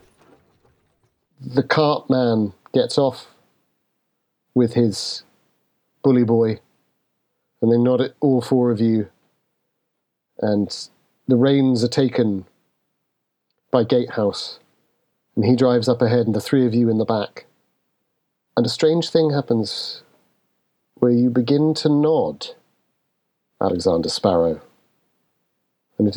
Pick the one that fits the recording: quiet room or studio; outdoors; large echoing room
large echoing room